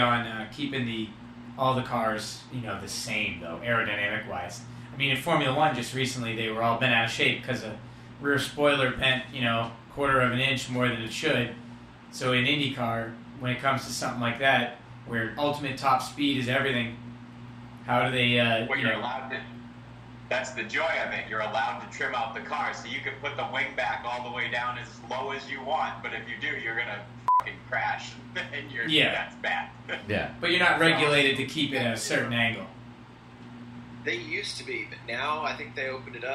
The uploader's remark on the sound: Yes, the audio is not perfect. It didn't record correctly so I had to get creative.